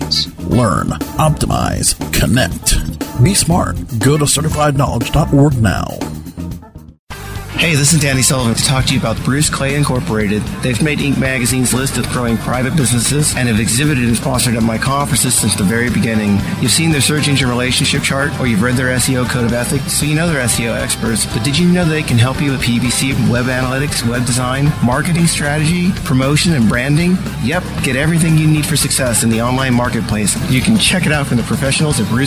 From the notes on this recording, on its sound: while on location from SMX East 2011